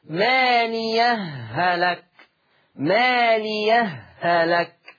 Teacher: إدغام الهاء في الهاء